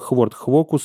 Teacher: Это говоры, в которых может отсутствовать привычный нам звук «ф» в словах типа «форт фокус»